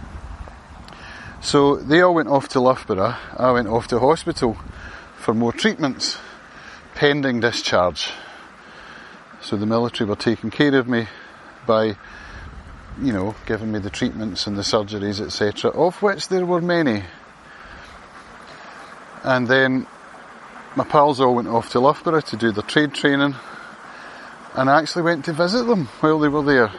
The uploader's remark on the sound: A walk and talk. Around the Field of Dreams in Lamlash.